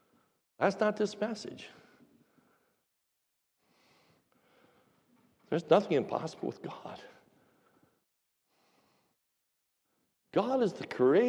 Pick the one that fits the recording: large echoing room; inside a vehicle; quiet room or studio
large echoing room